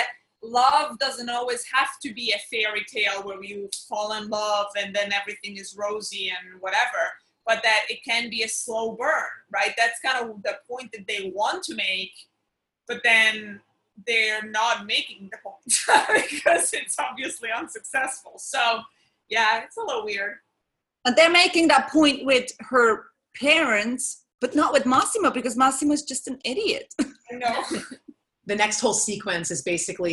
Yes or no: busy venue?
no